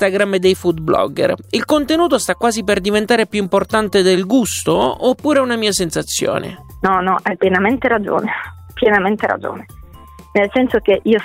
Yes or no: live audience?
no